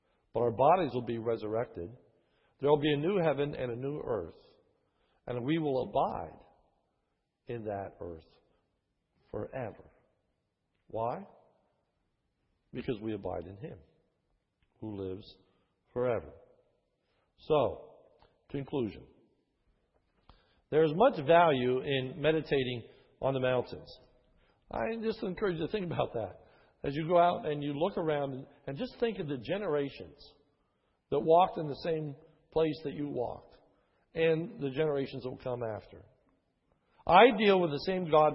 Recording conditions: large echoing room